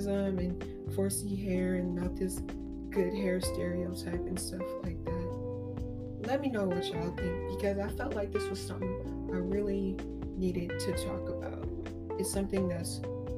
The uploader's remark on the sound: Excuse the Microphone, technical difficulties.